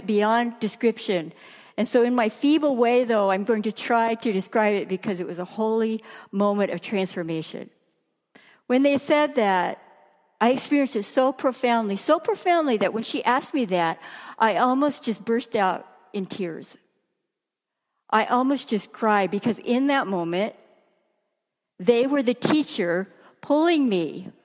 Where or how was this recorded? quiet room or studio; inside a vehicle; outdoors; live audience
live audience